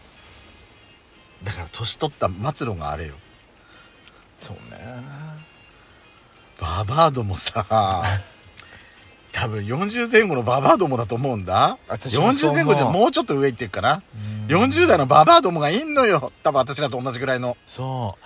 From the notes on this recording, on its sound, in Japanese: パーキング収録